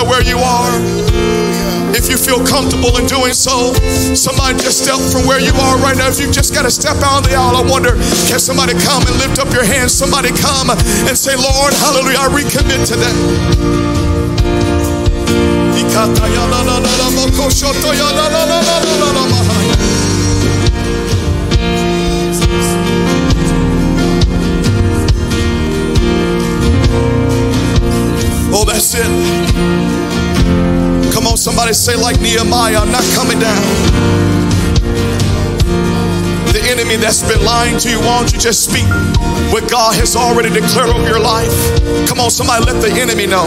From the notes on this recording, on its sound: Audio from Sunday 11/28/21 Worship Service